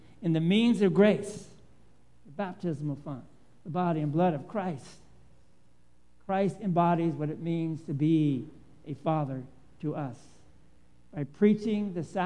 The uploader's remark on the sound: Live Worship Service.